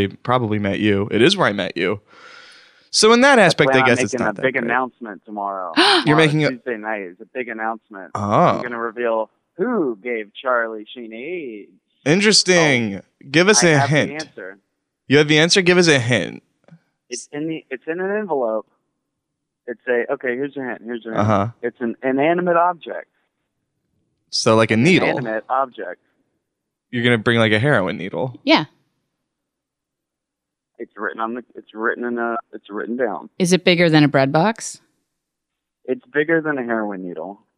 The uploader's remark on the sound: On the phone.